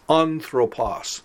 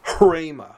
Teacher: The word for word, which is utterance, which is the word hrema, since it begins with rho, also has a breathing, but in this case, the breathing is rough, so one must pronounce it with an H sound preceding the word · Shown in: second take · Term: rough breathing